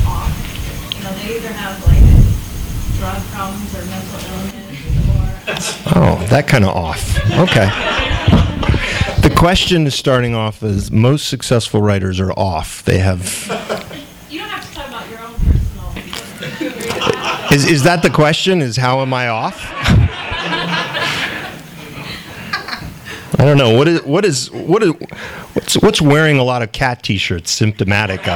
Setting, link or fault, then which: setting, live audience